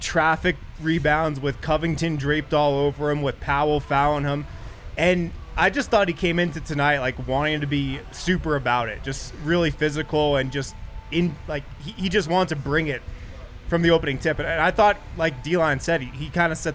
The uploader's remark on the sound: live from the Winner's Lounge inside a very poppin DNVR bar